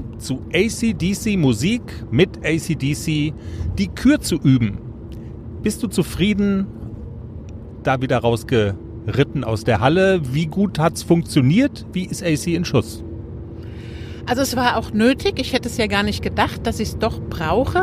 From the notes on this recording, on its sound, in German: Unsere Teaser live von der Autobahn.